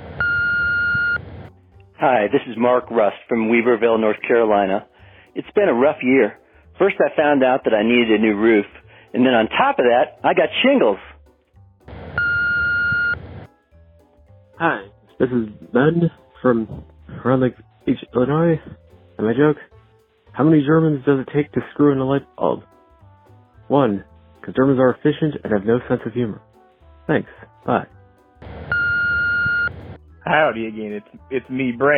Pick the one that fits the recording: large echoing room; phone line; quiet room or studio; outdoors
phone line